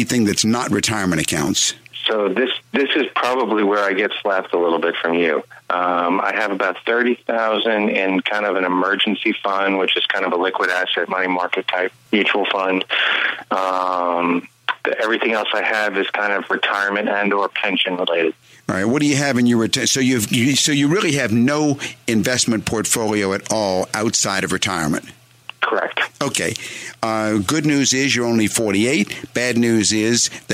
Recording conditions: phone line